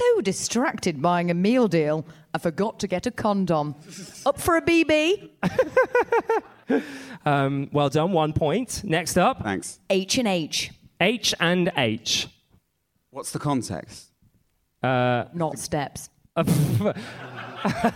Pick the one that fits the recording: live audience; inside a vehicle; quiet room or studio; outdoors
live audience